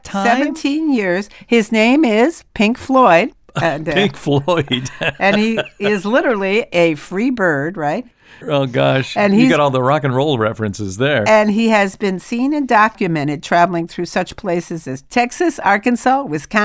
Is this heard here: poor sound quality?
no